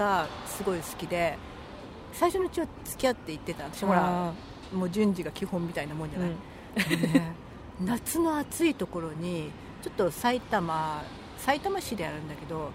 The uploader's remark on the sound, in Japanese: はじめての野外録音なので音量が分からなかったので各自調節よろしくお願いします。若干ホロ酔いなので。